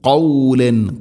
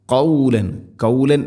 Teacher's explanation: ഖാഫ് ചെറുനാക്കിൻ്റെ ആ ഒരു ഭാഗത്ത് നിന്നാണത് അതിൻ്റെ മഖ്റജ് · Shown in: first take